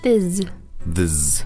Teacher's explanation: a voiced TH requires your throat to vibrate. So when you add an S there, it sounds like a Z, as if you're saying a very quick thiz.